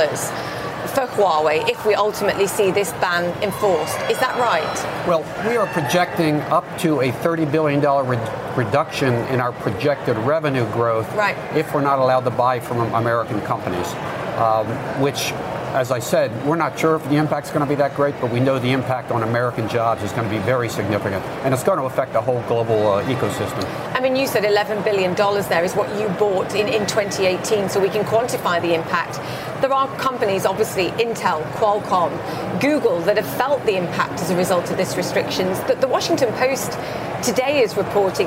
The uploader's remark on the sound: live from the New York Stock Exchange.